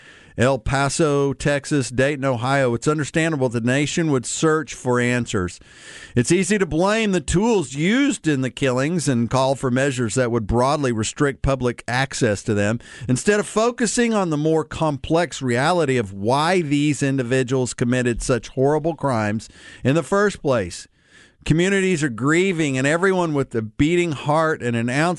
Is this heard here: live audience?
no